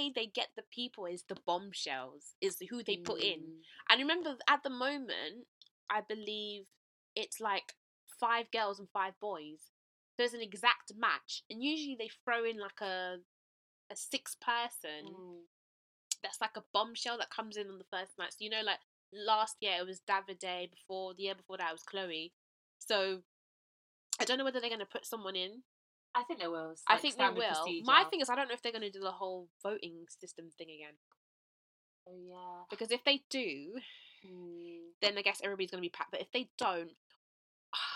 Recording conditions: poor microphone